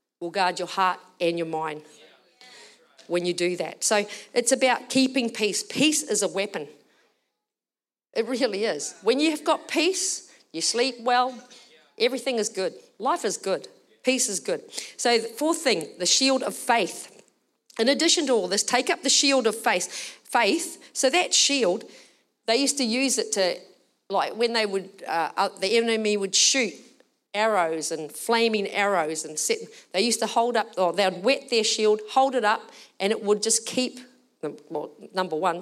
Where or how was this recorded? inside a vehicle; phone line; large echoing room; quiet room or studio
large echoing room